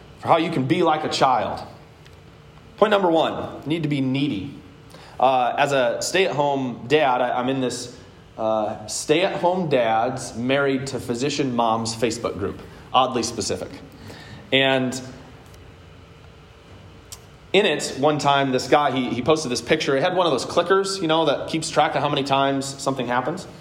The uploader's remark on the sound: Today's word of encouragement comes from a sermon I preached at Hope Evangelical Free Church on October 3rd, 2021.